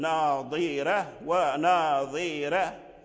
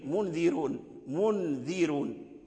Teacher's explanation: ورش رحمه الله يرقق الراء هكذا مثل ناظرة وناظرة